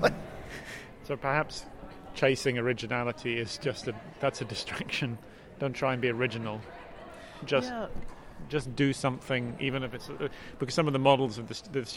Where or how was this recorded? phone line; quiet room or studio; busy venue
busy venue